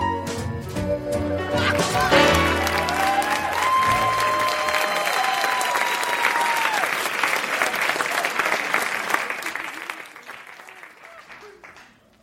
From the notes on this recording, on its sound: Recorded Live 1/10/2014 at Largo, Los Angeles.